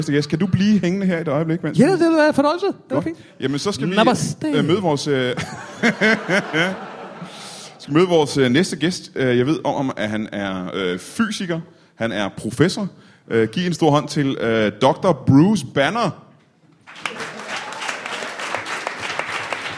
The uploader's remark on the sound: Comedy Zoo LIVE